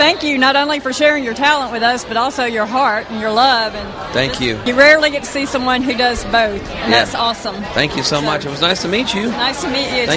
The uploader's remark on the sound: K-Love Music Fan Awards Red Carpet Interviews – Nashville, TN